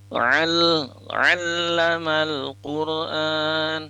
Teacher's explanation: Kalau ain itu di tengah tenggorokan, wastul halqi. · Term: huruf ain